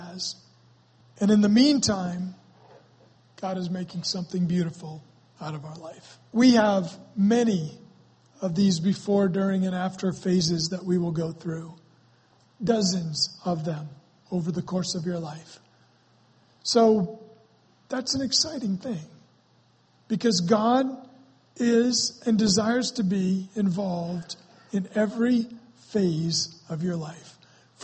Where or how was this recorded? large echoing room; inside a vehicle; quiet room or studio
large echoing room